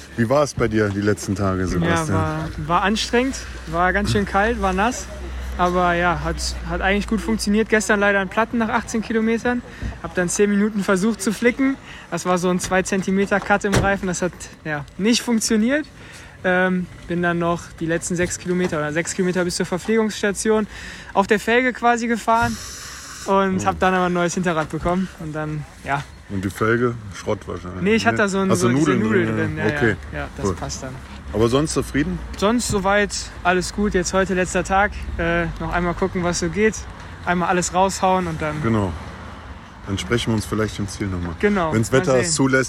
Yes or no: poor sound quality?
no